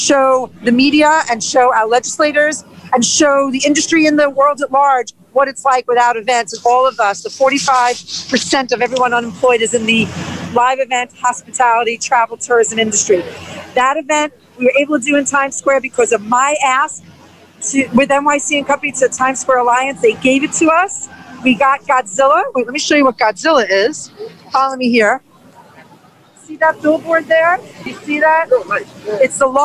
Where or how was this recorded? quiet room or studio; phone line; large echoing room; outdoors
outdoors